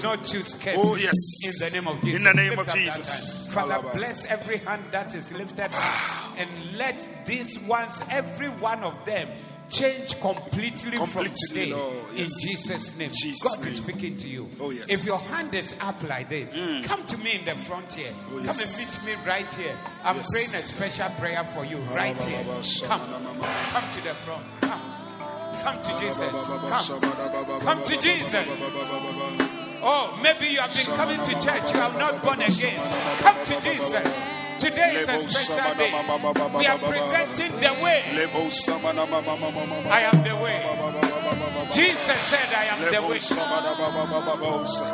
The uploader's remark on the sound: Preached at the Zeloo Service (The Way-Swollen Service).